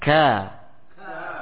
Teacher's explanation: kaf di sini memiliki sifat istifal dan sifat infitah. Ya, tipis.